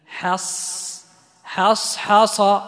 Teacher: الآن حصحص الحق، حصحص الحق، إذا ما انتبهنا الآن حصحص ح حصح، أو حتى لو بدينا بالحاء الأولى يمكن ما ننتبه للحاء الثانية، لا انتبه وركز على ترقيق الحاءين. حص حص حص، الحاء مرققة ثم الصاد مفخمة